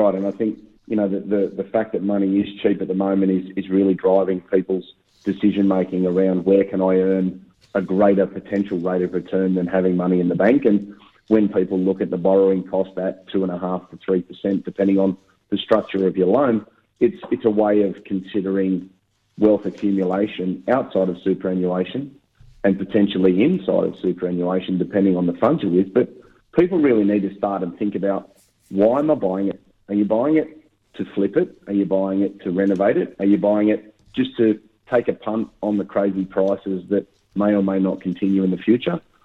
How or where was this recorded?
phone line